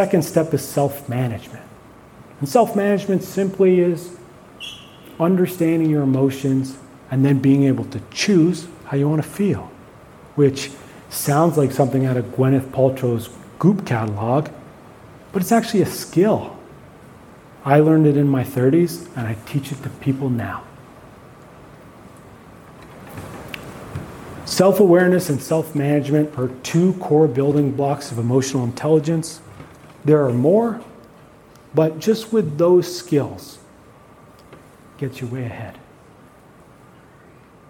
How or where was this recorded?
live audience